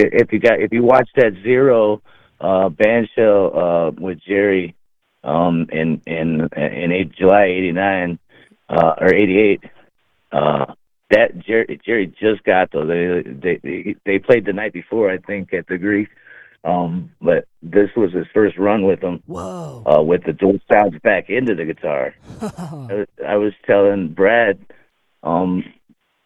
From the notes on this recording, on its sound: on a rare phone call with me